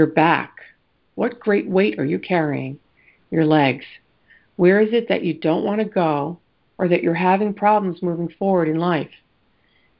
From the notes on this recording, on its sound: ACIM Daily TEXT Conference Call